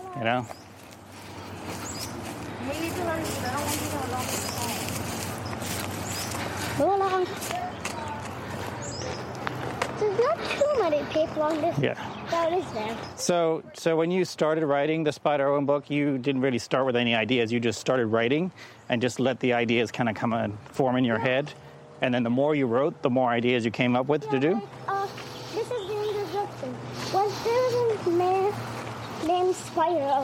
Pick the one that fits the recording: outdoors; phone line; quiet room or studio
outdoors